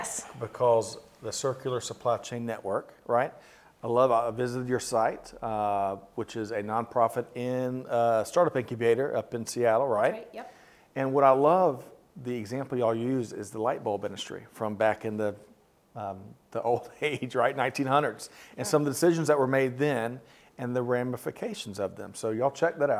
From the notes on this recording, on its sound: We continue coverage from the annual SAPICS 2023 Conference in Cape Town, South Africa.